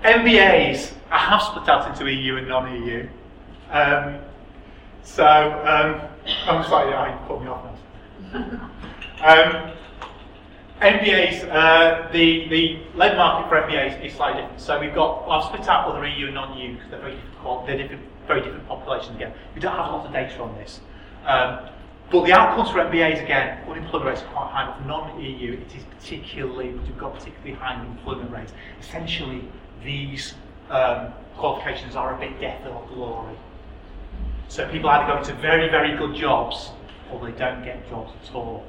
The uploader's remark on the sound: speaks at SRHE Employability, Enterprise and Work-based Learning Network Event